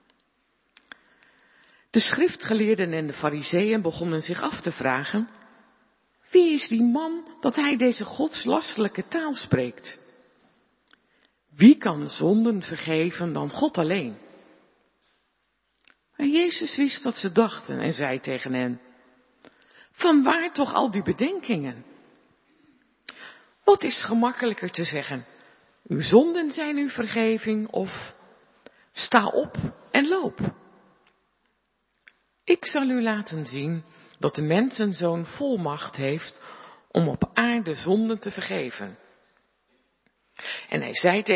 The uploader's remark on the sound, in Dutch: De preek is op 29 januari 2023 opgenomen in De Hoeksteen te Haren